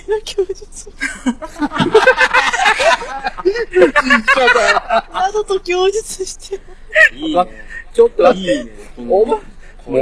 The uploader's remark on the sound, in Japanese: 諸都合で外での収録だったため、車の通る音なども聞こえますがご容赦ください。